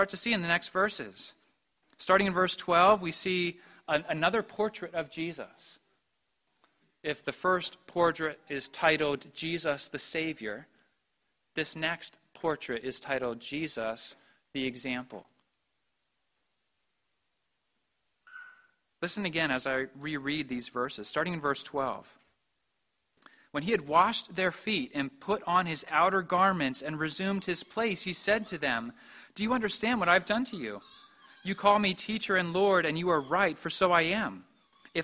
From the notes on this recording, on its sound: preached at the Maundy Thursday Service